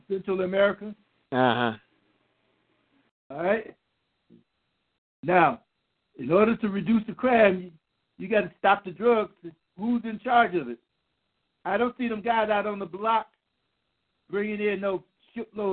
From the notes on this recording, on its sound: your phone calls